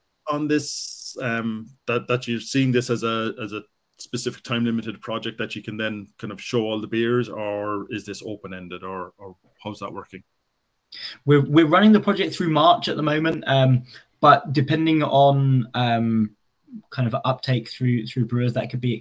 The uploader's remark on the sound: our real ale craft beer, live beer webinar